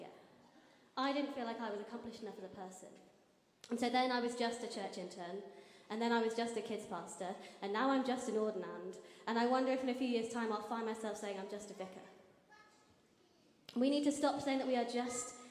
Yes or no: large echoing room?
yes